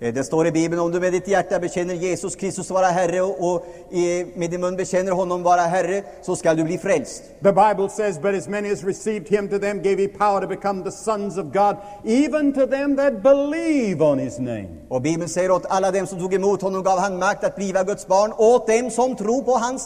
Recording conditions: large echoing room